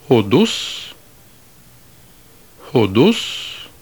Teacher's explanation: you heard not a difference in stress, but that the musical pitch of the second syllable is higher than that of the first syllable · Term: acute accent